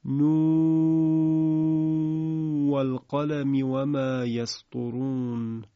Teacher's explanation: اون حرف نون آخر حرف مقطعه در واو و القلم ادغام صورت میگیره